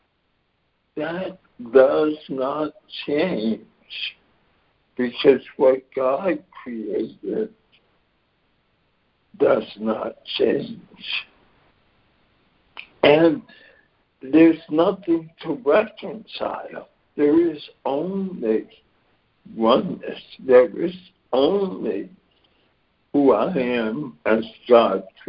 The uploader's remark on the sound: ACIM Daily Conference Call